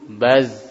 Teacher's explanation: ketika disukun dia kuat ya, memantulkan suara yang tajam · Term: huruf zai